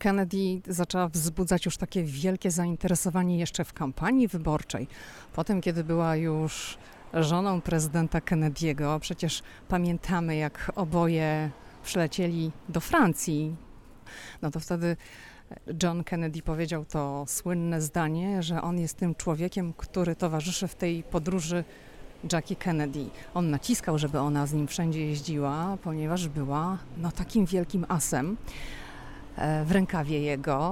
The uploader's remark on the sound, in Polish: Odcinek nagrany na ulicach Georgetown, historycznej dzielnicy Waszyngtonu znanej z urokliwych uliczek, przy których stoją domy w zabudowie szeregowej, z drzwiami pomalowanymi w różnych kolorach.